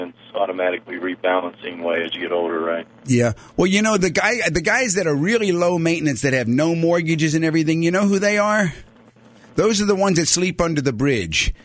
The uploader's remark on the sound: Financial planning call-in show answering your personal financial planning questions.